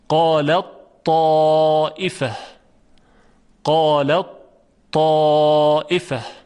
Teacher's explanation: حرف تی دو نقطه به طور کلی ادغام میشود در حرف تا، پس به تی دو نقطه اینجا میگن مدغم قالت، و به تا میگوین مدغمون فی. · صدای حرف تی دو نقطه متصل میشود به تا